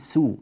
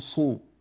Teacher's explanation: ننبه إلى ترقيق السين فنقول سو ولا نقول صو · Shown in: first take · بعض الناس إذا نطق السين جعلها كالصاد سلطان.